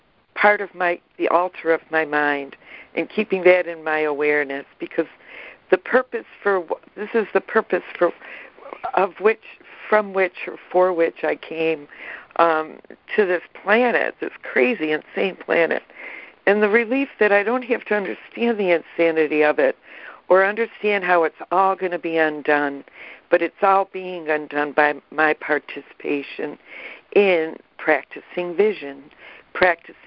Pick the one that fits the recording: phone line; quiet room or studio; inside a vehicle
phone line